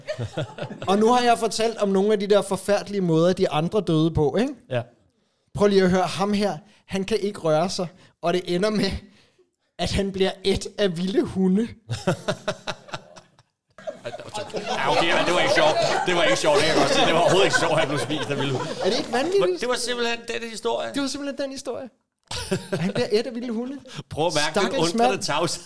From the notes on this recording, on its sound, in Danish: Optaget live i Kulturium, Ishøj.